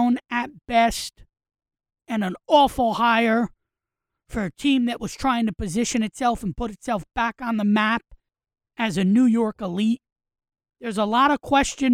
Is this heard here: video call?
no